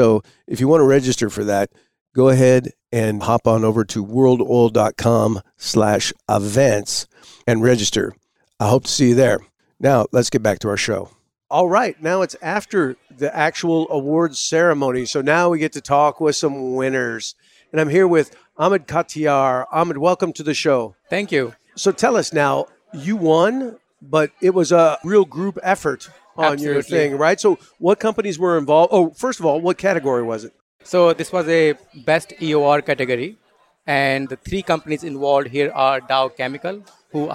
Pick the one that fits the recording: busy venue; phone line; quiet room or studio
busy venue